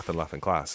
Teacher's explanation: I'm always going to have those slightly flatter vowels in the middle of words.